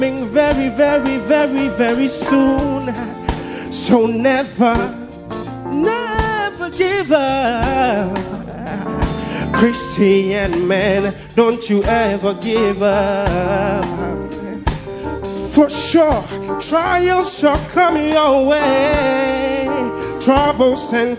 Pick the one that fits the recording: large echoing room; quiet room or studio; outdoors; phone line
large echoing room